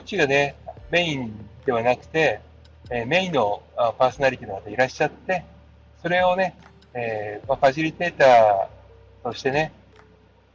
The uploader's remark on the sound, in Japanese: 今日は車の中から！